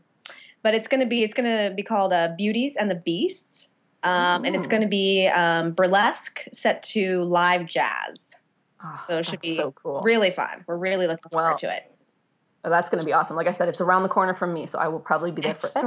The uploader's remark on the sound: Tech issues during our Skype recording.